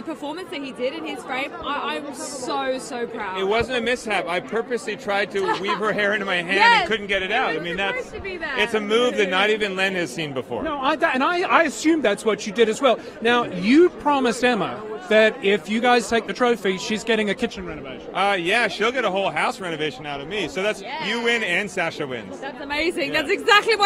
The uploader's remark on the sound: On the Red Carpet at Dancing With The Stars